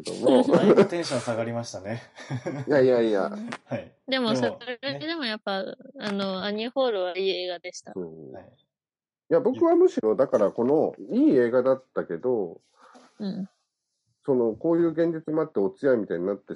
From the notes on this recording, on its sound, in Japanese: 今回もリモート収録の為、音声に若干違和感もありますが、ご了承くださいませ。